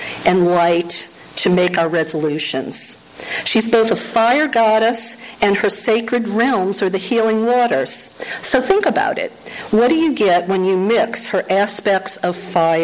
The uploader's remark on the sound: Pre-recorded talk I gave. I had the pleasure of being invited to address the congretation at Emerson Unitarian Universalist Church in Canoga Park, CA. The audio of that talk taped live during the service.